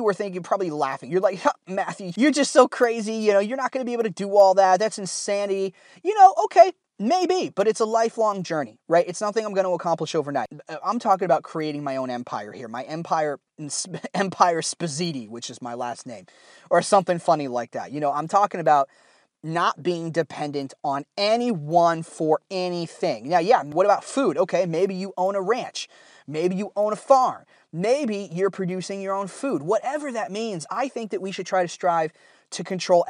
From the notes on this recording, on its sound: The audio isn't that good in this episode because I recorded it on a cheap lapel mic while I was driving over the weekend.